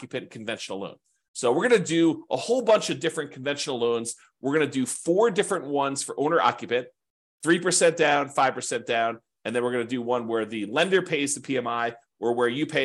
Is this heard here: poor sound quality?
no